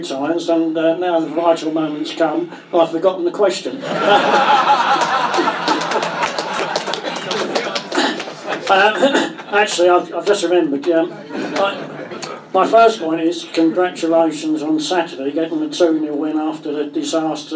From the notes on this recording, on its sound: Was recorded in the Supporters Club. Spoke to a live audience of Leyton Orient fans.